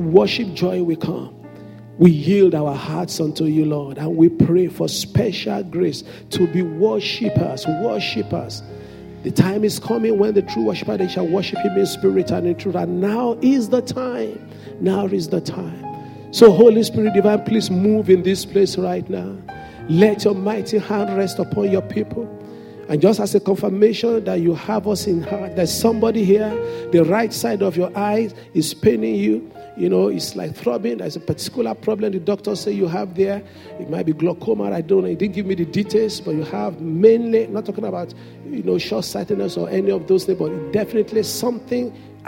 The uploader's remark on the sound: Sunday Service message. The senior pastor of Fountain of Love, RCCG Aberdeen, UK.